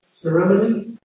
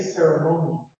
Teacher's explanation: So I change the stress of the vowel and the quality of the entire vowel. I even added a diphthong where RP English has a schwa. · Shown in: second take